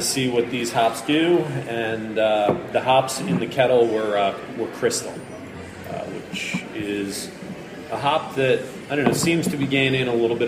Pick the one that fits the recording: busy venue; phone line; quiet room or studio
busy venue